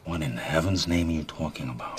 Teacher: He also gets a lot of nasality into the accent.